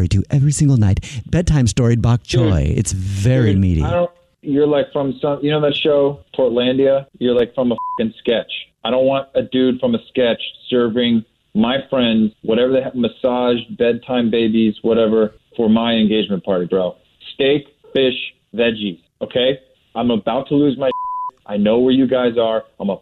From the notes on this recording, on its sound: Phone Prank